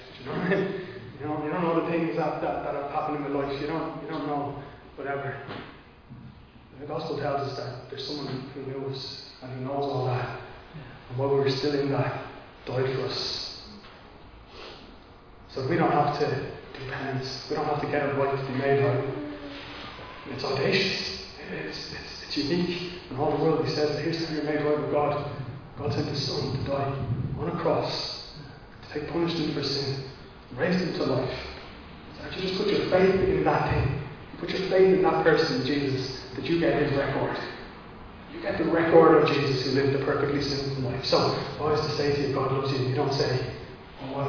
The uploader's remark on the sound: Recorded live in Liberty Church on 10 April 2022